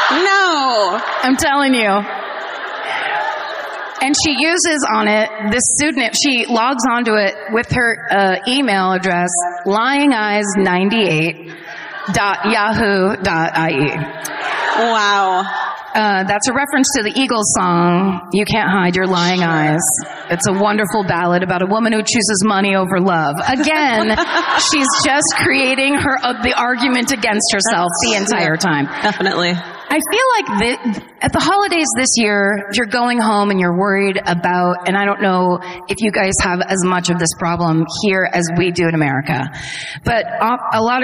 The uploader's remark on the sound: Live at the Bord Gáis Energy Theatre in Dublin.